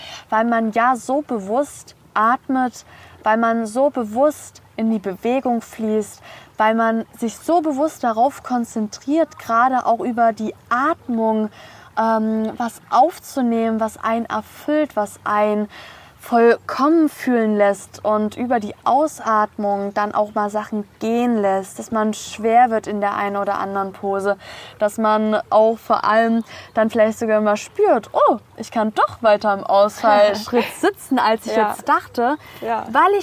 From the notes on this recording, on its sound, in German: Gemütlich am Meer haben wir eine super inspirierende Folge aufgenommen